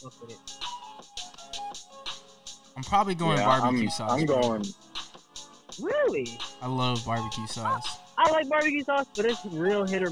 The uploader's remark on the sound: In this episode the squad record the pod over the phone due to the Covid-19 pandemic.